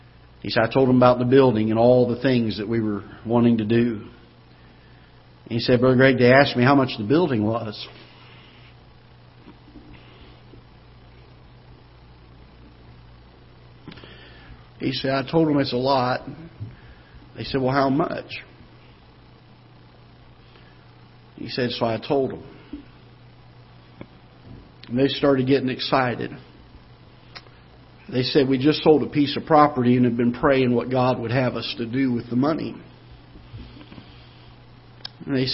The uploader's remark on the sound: Ketha Heights Baptist Church ~ Live Broadcast